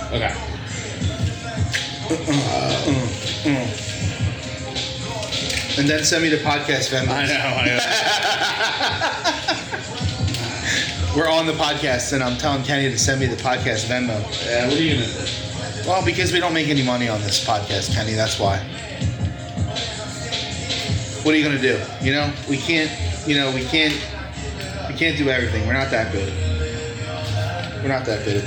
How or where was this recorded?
busy venue